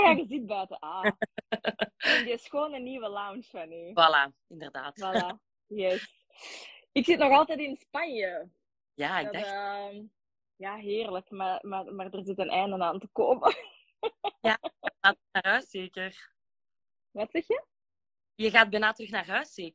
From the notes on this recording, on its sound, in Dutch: Er liep tijdens het opnemen van de live iets mis met de audio dus daarmee de slechtere kwaliteit